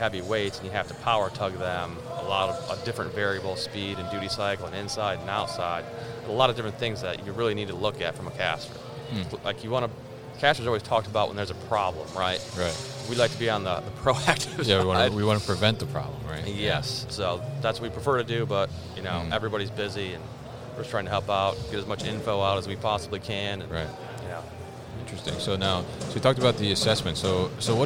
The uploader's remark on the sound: They connected at MODEX 2020